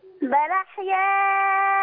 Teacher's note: أحياء دي تمدها ستة مش أربعة. أربعة في حفص لكن إحنا في ورش ستة.